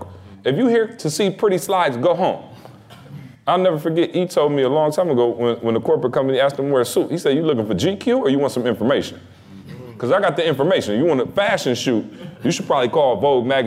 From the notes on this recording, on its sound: Participants of the ETA Game Changers Speakers Program got a chance to be the live audience for the guys. A great Q & A session with the audience.